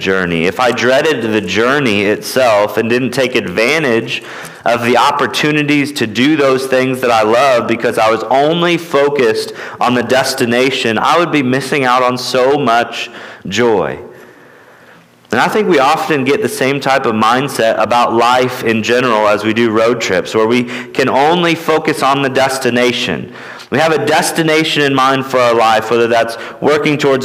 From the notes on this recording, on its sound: at Immanuel Baptist Church in Newton, KS